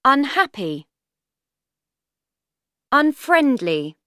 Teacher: Three syllables. Second syllable stressed.